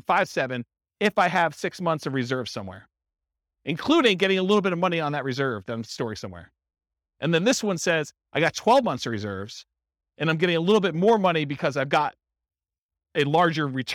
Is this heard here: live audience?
yes